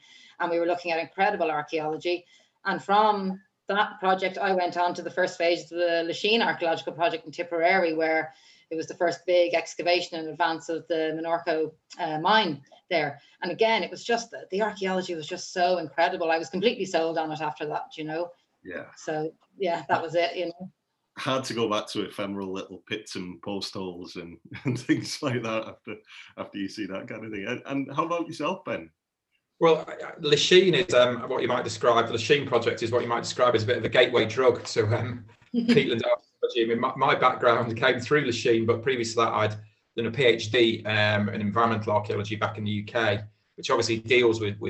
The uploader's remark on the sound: joined for a Zoom chat